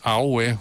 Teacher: The word for hand is awe, which is low, high, low.